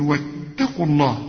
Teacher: هنا الواو هنا بلغيها لانها ساكنة، وانت عارف ان اللام بتاعت لفظ الجلال ساكنة، والواو هنا ساكنة، وما دام اقول لك ساكنة يا اما يكون عليها السكون يا اما يكون مجردة من السكون، هنا بلغي الواو دي اذا وصل علشان ساكنة